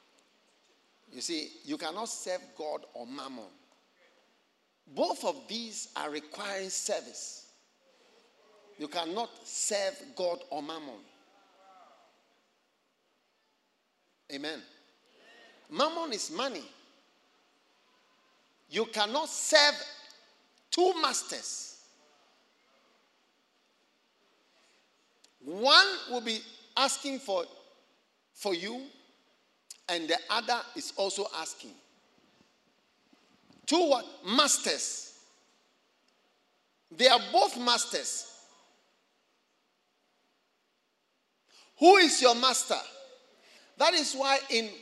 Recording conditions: large echoing room